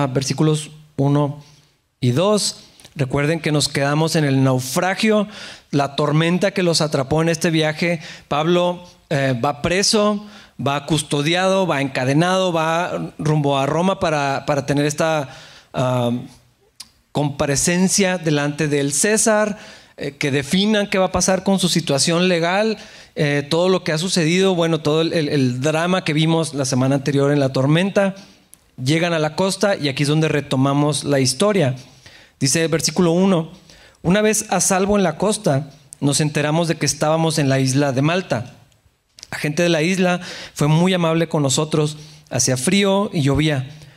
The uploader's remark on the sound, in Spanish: en la iglesia de Capilla Calvario Chihuahua